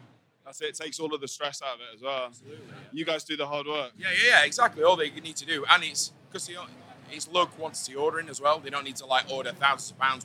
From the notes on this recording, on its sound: This week's special episode was recorded live from the Big London Tattoo Show at the ExCel.